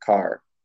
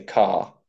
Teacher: in Britain, they would say car and leave out the R · Shown in: second take